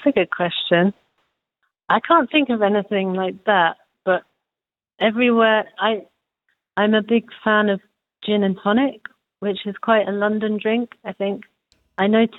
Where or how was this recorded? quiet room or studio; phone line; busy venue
phone line